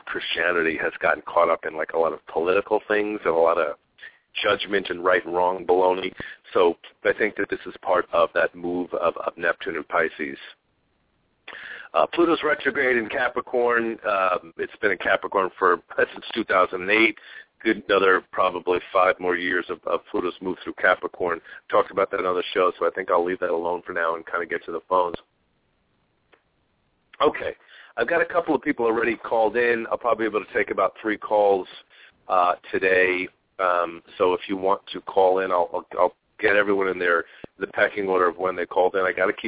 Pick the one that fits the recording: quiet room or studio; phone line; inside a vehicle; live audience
phone line